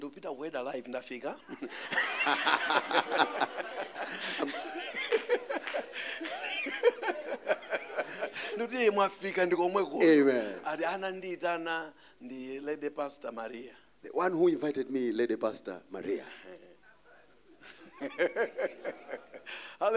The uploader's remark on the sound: Preached at the Encounter Service at Word Alive Blantyre City Church